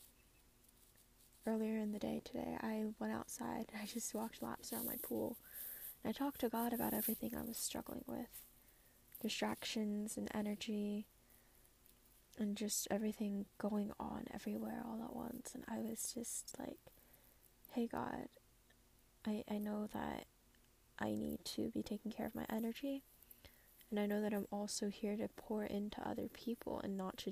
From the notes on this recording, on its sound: An unedited episode today; bit of background noise but a raw conversation.